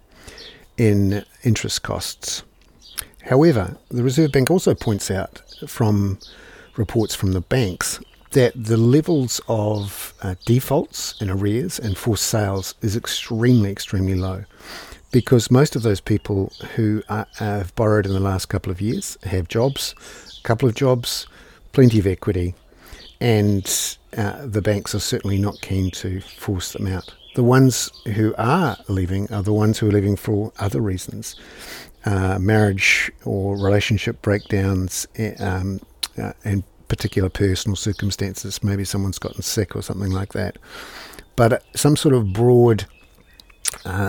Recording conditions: sounds in the background